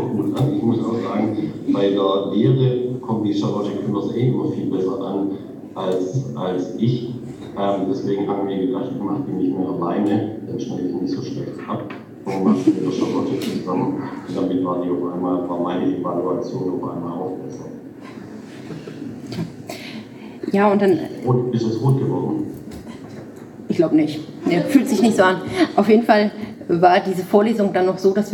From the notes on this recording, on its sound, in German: Bei der diesjährigen Tagung der deutschen Gesellschaft für Pathologie. In Münster stattfand. In dieser Folge hört Ihr den Live-Mitschnitt von unserem Talk.